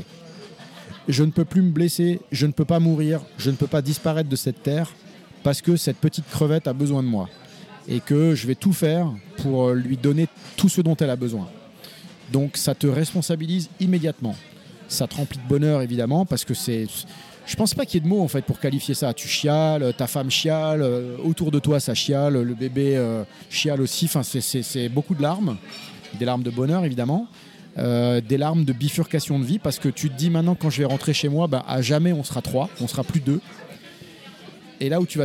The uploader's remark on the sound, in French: Nous nous retrouvons plus tard au début de l'été au restaurant Le comptoir de l'arc où nous allons déjeuner et enregistrer.